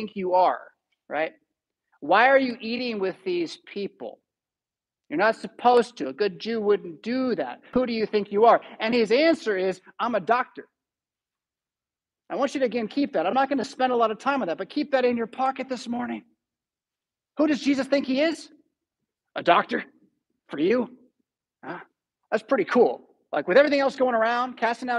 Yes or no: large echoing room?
yes